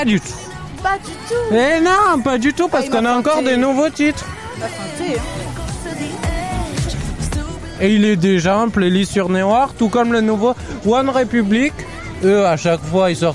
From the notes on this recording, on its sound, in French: En direct de "Jeunesse en fête" (face c).